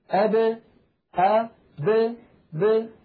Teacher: يخرجونها بالتباعد بين طرفي عضو النطق، هكذا أب أ ب ب، تبتعد الشفتان كأن الحرف متحرك مع كونه ساكن · Term: القلقلة